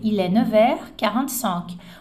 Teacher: O F junta com o H e vira som de V.